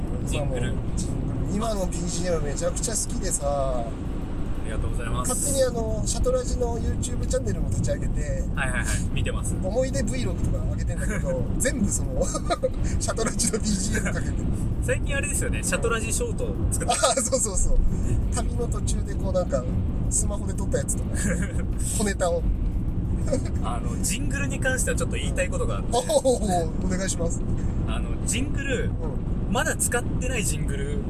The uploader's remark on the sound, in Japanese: 函館ドライブ収録。はじまりと再会の地、函館に向かう道中で、オフライン収録！